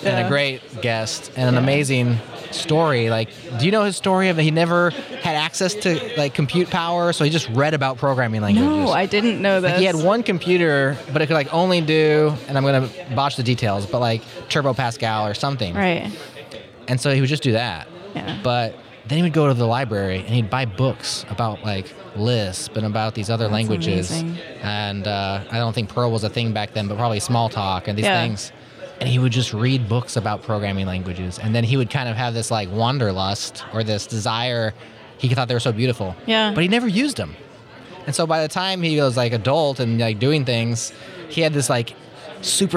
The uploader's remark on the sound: Welcome to the first Spotlight series recorded at OSCON London 2016.